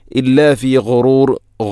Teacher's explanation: ഗൈ തൊണ്ടയുടെ ഏറ്റവും മുകൾ ഭാഗം · Term: ഗൈന്